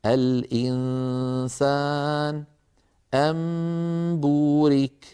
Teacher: تكون الغنة كاملة في النون والميم المخفاتين